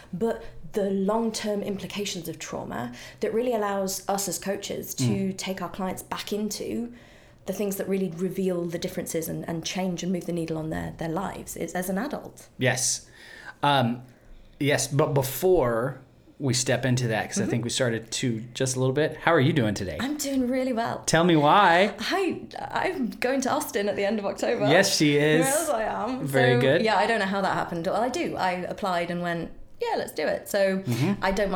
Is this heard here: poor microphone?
no